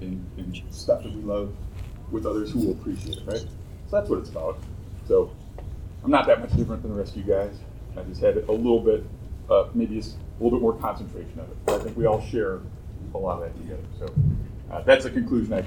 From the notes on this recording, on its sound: Recorded live at Tucson Comic-Con.